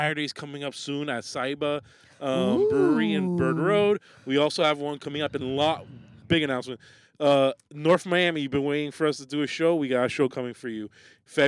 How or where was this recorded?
inside a vehicle